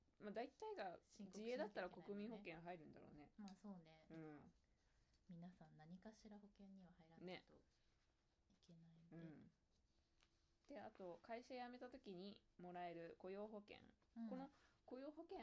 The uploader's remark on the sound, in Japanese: 音声が小さく BGM が大きくなってしまいました